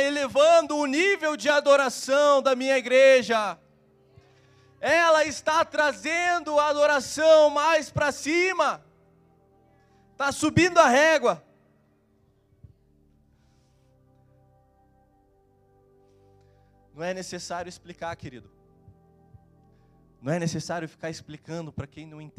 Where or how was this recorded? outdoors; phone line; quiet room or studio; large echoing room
large echoing room